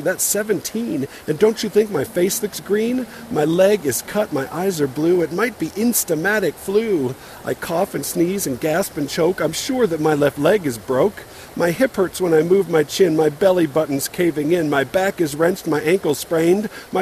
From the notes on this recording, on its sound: Recorded during a pause while fishing on the lower Provo River, just a couple of miles up the canyon from my house.